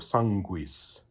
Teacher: U has a sense, just like in with a Q, where QU is essentially a KW, a GU is essentially a GW